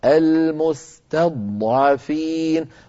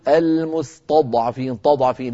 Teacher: أيضا كلمة المستضعفين، تضعفين نرقق التاء ونفخم الضاد، المستضعفين، ولا نقول المستضعفين تضعفين، لا نفخم التاء وإلا قد تتحول إلى طاء · Shown in: first take